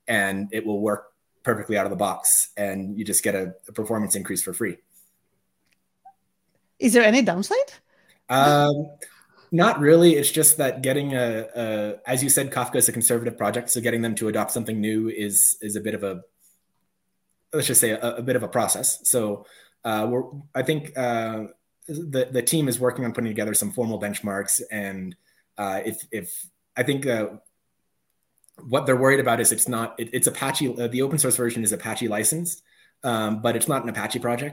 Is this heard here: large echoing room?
no